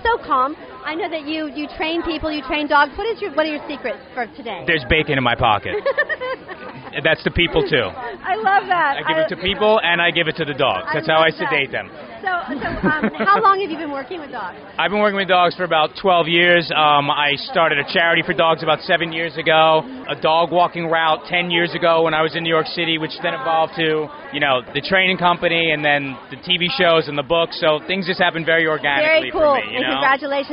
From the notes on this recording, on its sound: We Are Live on the Green Carpet! Live on the Green Carpet for the CW Television Network Special presenting the inaugural "World Dog Awards!".